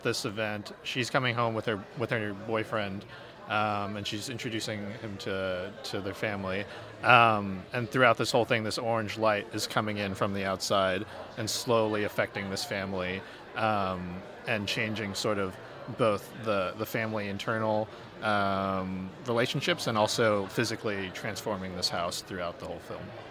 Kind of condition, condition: setting, busy venue